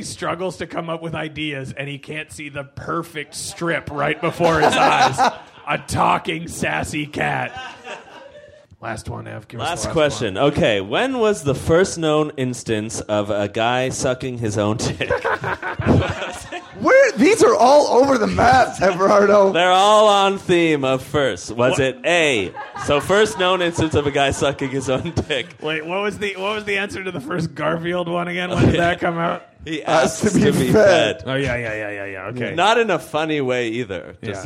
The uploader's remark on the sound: Live at Bad Dog Theatre